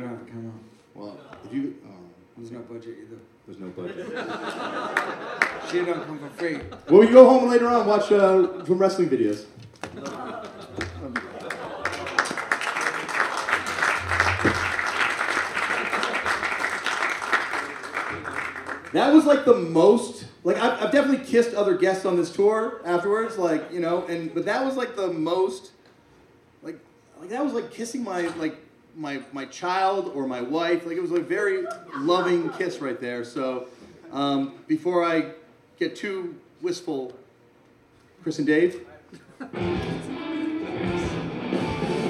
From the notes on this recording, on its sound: bring the TOAP touring machine into the heart of the big city,(well Brooklyn), for the final TOAP Live show